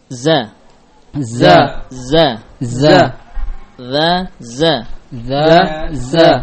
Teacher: Sifat za di antaranya safir. Inilah yang membedakan antara zai wa dzal.